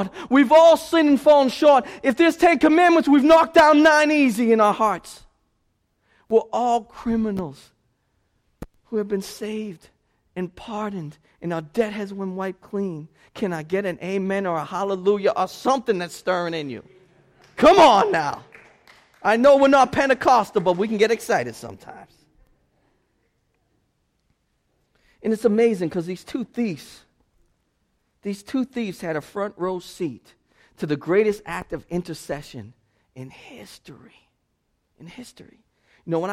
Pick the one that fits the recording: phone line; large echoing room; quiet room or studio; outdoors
large echoing room